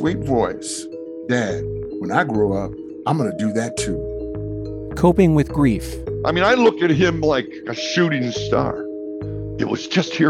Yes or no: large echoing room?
no